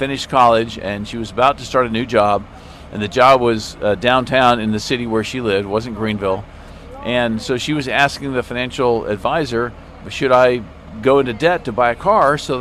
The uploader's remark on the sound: Live at the Turkey Fry Donation Drop-off. Broadcasted live from the Miracle Hill Turkey Fry Donation Drop-off event.